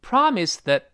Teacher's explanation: promise 的 pra 又得读得特别高